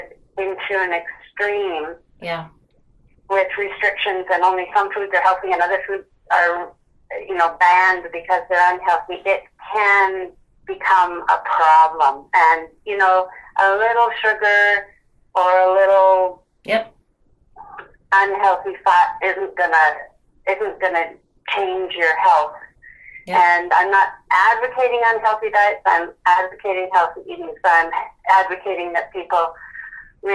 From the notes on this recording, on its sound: via a phone call